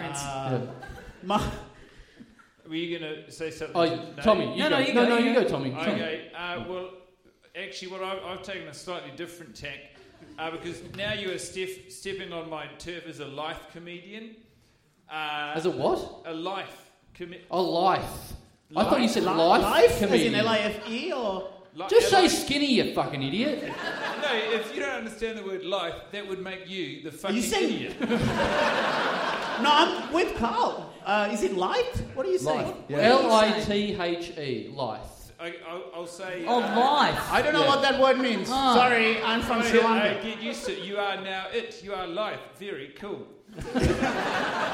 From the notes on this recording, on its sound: Big live podcast and stand-up show.